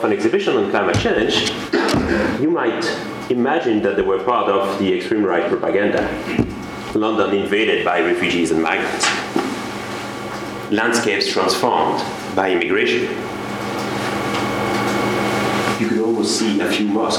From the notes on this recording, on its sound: Podcast from the Refugee Studies Centre's Public Seminar Series. This podcast was recorded on Wednesday 1 February 2012 at the Oxford Department of International Development, University of Oxford.